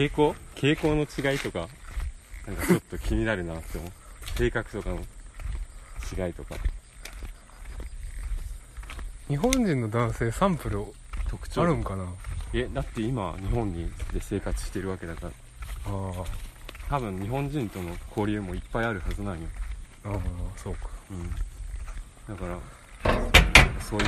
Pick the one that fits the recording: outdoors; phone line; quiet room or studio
outdoors